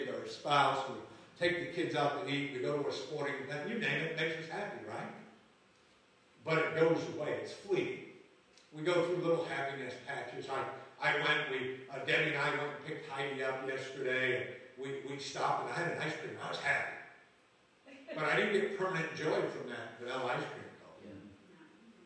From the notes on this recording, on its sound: Live from Camp Joy Healing 3